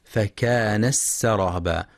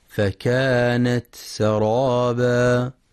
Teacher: وفي قوله تعالى: وسيرت الجبال فكانت سرابا، ينتبه القارئ برواية حفص لإظهار التاء وهمسها وعدم إدغامها مع السين · Shown in: second take · فلا يقرأ فكان السرابا، وإنما فكانت سرابا.